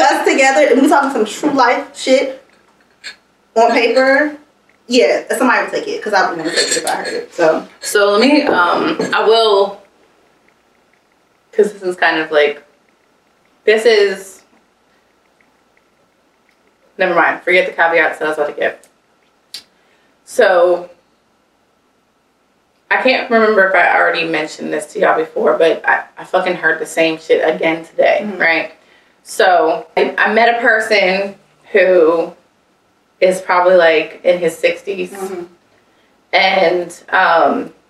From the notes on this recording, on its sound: one of these days, the mic will do as it's told.